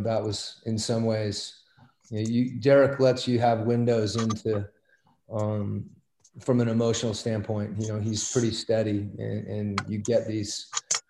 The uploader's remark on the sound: Addressed the media via Zoom conference as the team began their training camp.